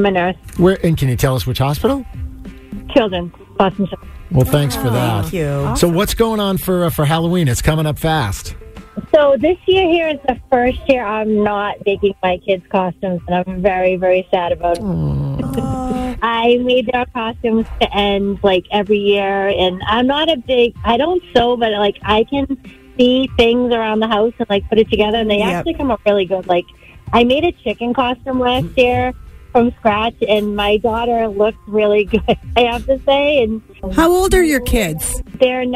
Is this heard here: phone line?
yes